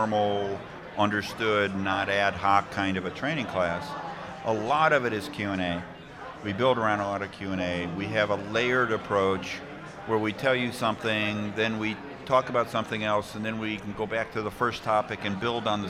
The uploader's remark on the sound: Live from SES New York 09